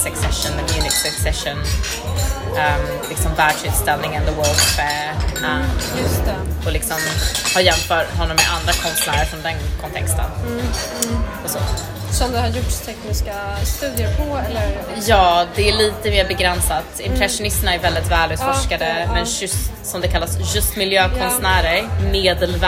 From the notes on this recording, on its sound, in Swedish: Vi sitter i baren på Balzac. Det är livat men för den som tar sig igenom den upprymda ljudnivån i bakgrunden.